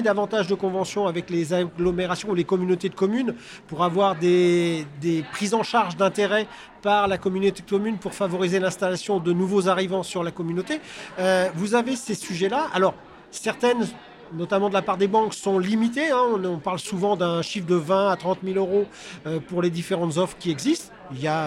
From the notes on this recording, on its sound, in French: Cet épisode a été enregistré en live lors de Immo, le congrès de la FNAIM 2023.